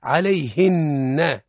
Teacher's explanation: نون مشددة حكمها إظهار الغنة فيها